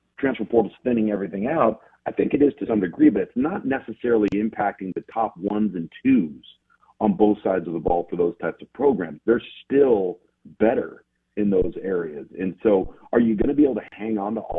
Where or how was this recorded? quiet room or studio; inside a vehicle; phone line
phone line